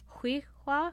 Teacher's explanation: the seven is a glottal stop, so you have to stop in between